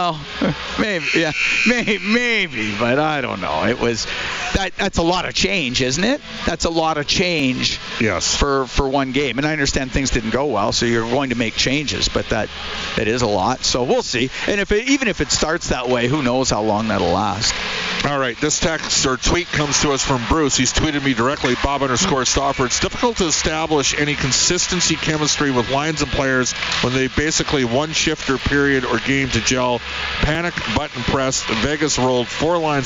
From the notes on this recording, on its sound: live from Clare Drake Arena